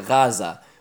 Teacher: In Israel, we call the Gaza area Gaza, and in English, it's called Gaza, and that's because the ayin, if it's dagush, if it has a dagesh in it, then actually it's, if pronounced correctly, if you were to listen to a Taimani expression of the word, it's actually Gaza, which means to say there's a sort of guttural aspect to it, which is why it's sort of translated as Gaza when it's really Aza with an ayin.